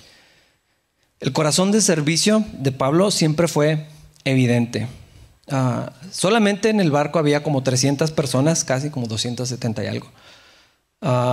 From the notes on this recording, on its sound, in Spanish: en la iglesia de Capilla Calvario Chihuahua